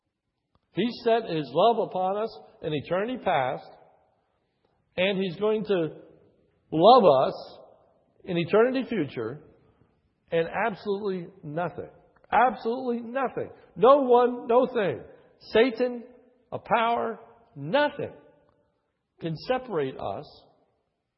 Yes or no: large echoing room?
yes